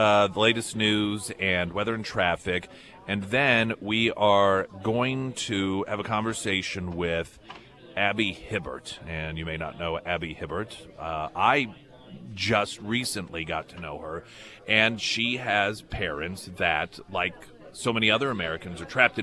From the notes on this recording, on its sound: Live at Scramblers Diner.